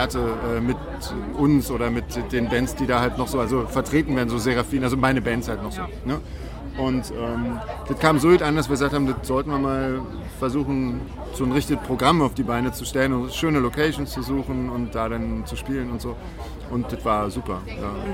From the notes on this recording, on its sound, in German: Auf dem Amphi Festival